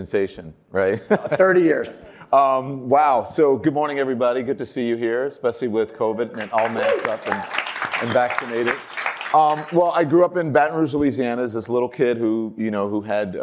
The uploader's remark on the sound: originally recorded at Advertising Week New York 2021